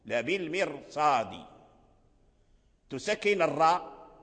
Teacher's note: تسكن الراء، تحرص أن لا تكررها لأن تكريرها يؤدي بك إلى راءات كثيرة